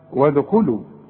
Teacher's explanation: وادخلوا الدال بنقلقلها